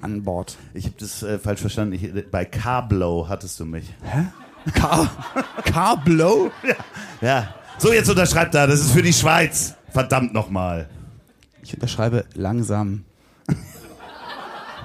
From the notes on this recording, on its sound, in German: Hier kommt sie, die B-Seite der Live-Show aus dem Schmidtchen.